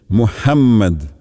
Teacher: А в имени пророка Мухаммад следует обратить внимание на букву «х», которая произносится мягко, с придыханием, а также на то, что буква «м» в имени пророка произносится с удвоением